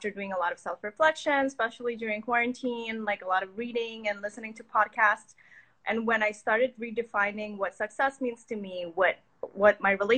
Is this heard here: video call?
yes